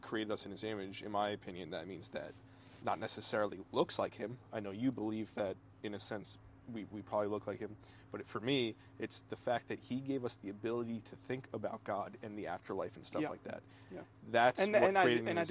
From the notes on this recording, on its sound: This one was recorded while sitting on my back porch at Fort Drum, New York.